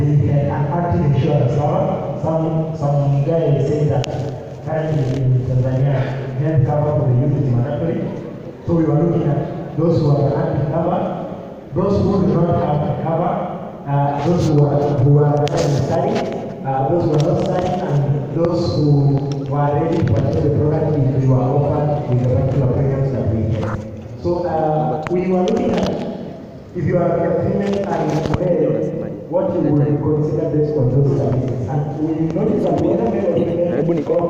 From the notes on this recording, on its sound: Actuarial career day UDSM. Sorry for the audio quality and noise, it isn't that good.